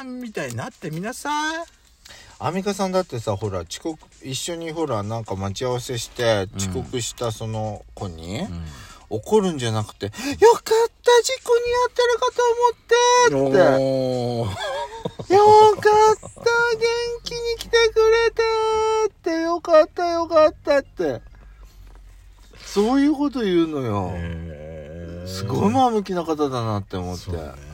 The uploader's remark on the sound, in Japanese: From Radiotalk。パーキング収録。